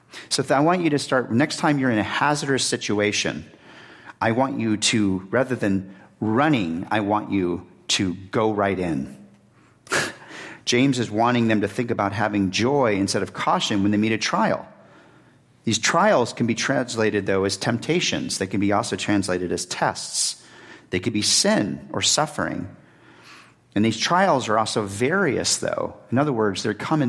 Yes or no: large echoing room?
yes